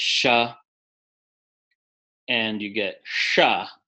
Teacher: Then if you look to the far right in the table between the two S sounds, you get sha and you get sha. So the tongue is in a retroflex position for the second sha.